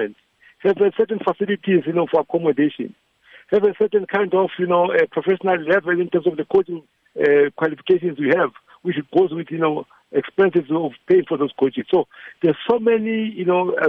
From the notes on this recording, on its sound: Was unable to make it our studios to explain the current ICASA situation but he did join us over the phone.